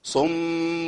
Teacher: صم بكم عمي، عندي هنا ثلاث غنن، عندي صم الميم مش عنده غنتين ورا بعض، الميم مشدده صم، وبعد كده عندي التنوين بعديه باء، عندي اقلاب هنا، فانا محتاج ان ابين الغنتين صم